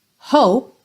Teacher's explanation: olha como o som termina no P e esse E é completamente mudo